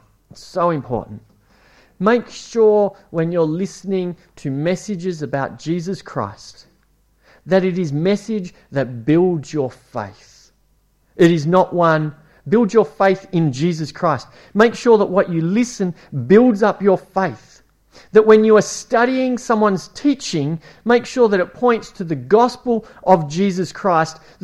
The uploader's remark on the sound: It was preached at Esperance Church of Christ